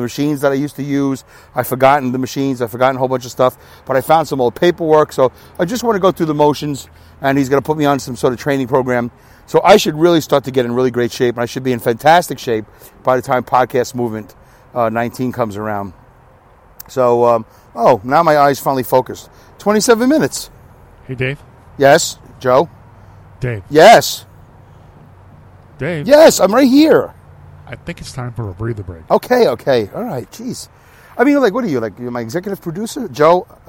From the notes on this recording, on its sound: Walking and Talking. Talks while walking laps for most of the duration of the show, instead of recording during his commute.